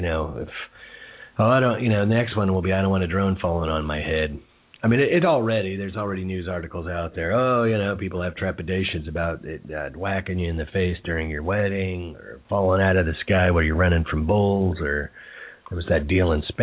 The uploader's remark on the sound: calling in live from a firefighting exercise